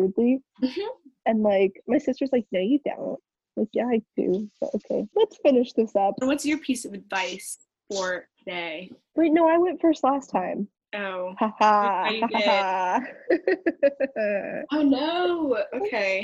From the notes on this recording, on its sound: In this first-ever zoom-recorded episode.